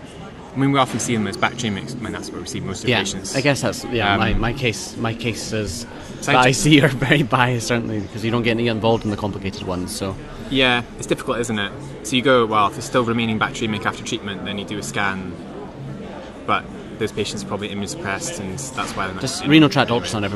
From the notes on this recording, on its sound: live from ECCMID 2023